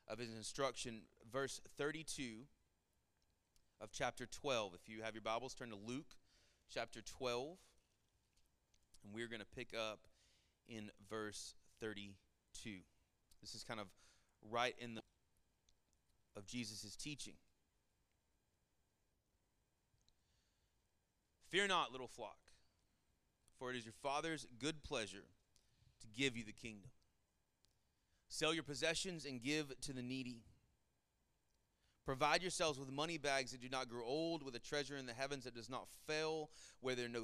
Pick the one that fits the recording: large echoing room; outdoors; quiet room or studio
large echoing room